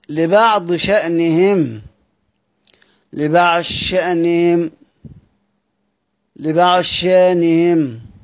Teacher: الضاد تضغم في الشين